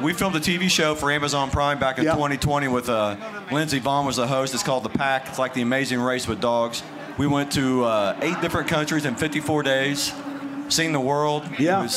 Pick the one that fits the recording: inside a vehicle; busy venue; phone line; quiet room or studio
busy venue